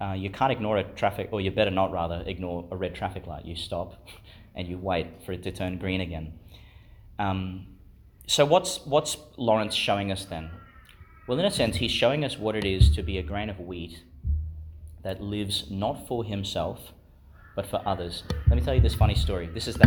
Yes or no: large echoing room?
yes